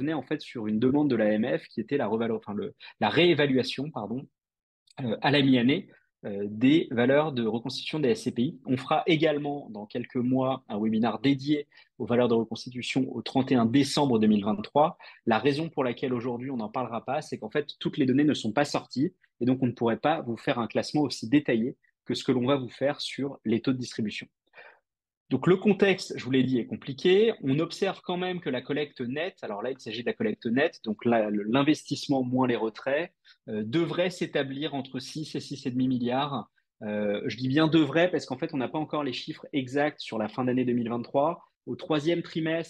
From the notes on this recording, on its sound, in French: Cet épisode est l'audio de notre webinar